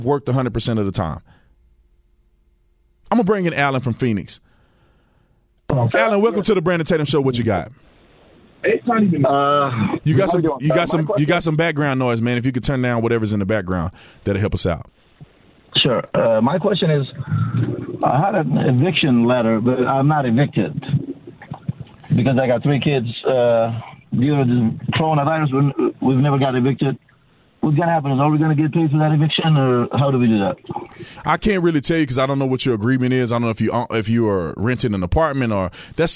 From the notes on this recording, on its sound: Answering a listener’s call